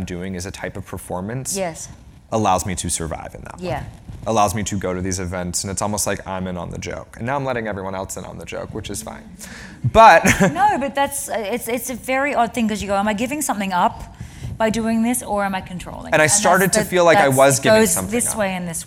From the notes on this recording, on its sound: The conversation was recorded on June 20, 2018 in front of a live audience at New York’s 92nd Street Y.